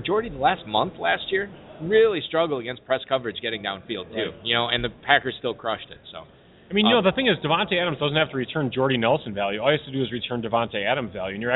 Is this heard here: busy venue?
yes